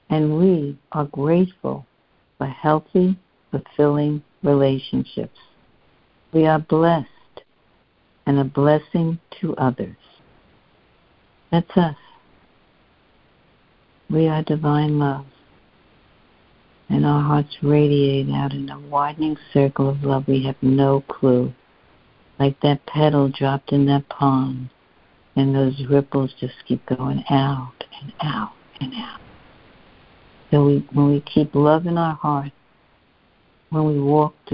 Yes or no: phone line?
yes